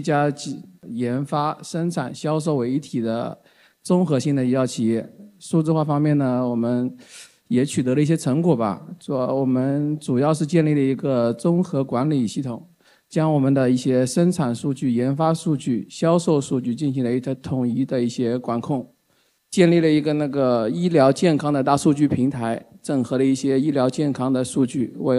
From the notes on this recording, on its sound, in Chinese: 在 2023 未来 CIO 数字峰会 上